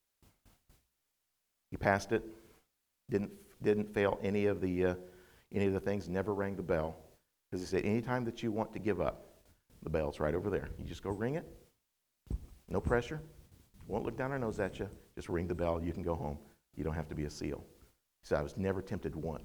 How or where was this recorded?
large echoing room